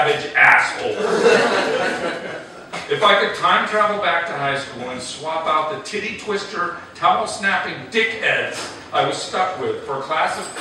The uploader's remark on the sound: Despite massive microphone failure